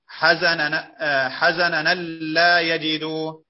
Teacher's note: يلفظ بنونين مفتوحتين متواليتين